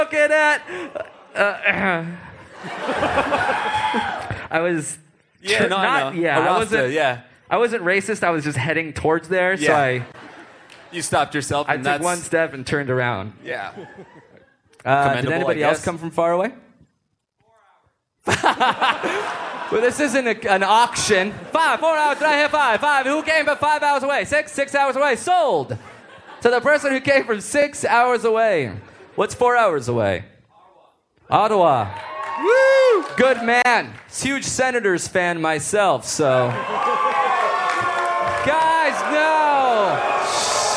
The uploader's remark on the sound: Live From Toronto! Live from Just For Laughs comedy fest in Toronto!